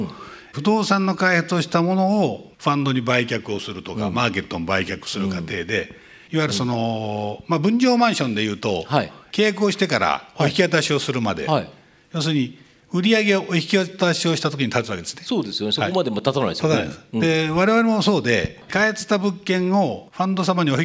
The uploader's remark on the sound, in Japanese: 2020年9月6日、東京・茅場町の東京証券会館ホールで行われた「ラジオNIKKEI 相場の福の神 注目企業ＩＲセミナー」からウェルス・マネジメント（３７７２・東証２部）のＩＲプレゼンをお聴きください